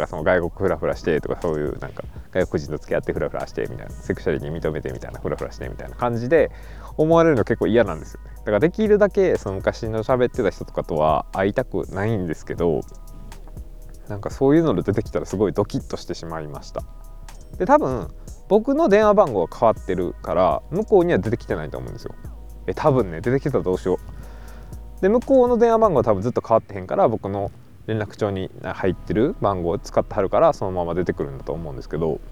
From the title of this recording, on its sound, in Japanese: 野外収録雑談